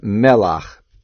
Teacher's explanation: The main accent is on the mem, melach.